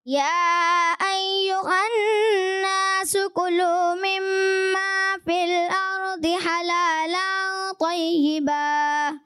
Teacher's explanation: کلو میں جو ہے کاف مجھے تھوڑا سا پر ہوتا محسوس ہوا